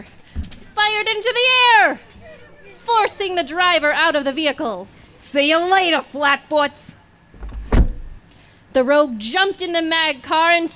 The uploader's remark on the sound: Presented a special live episode at Dubuquefest.